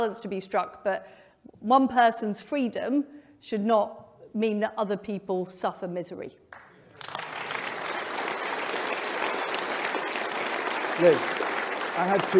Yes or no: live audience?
yes